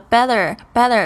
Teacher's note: How's it going?呃，问候的时候，就是说你好吗？然后你说，哦，好的，不能再好了。那我们稍微注意一下这个发音。Couldn't, couldn't 啊，虽然它这后面本来是有一个“七”呢，但是你在听的时候，你几乎都是听不到的。Couldn't，再下来是这个 T 的发音，Better 你会发现他把他这个 T 发得很脆，这个是英式发音的一个特色，就是呢，T 会发得很清楚。那美式发音呢，像这个 Better，Better 什么时候会听起来这个 T，听起来好像有点像 D 的这种浊音